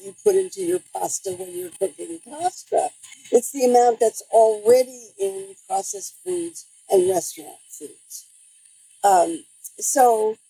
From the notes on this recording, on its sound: My apologies for the sound quality in this one.